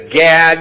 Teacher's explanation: Gad would only be said as Gad in America because we do flat A's. Nobody else does a flat A like we do.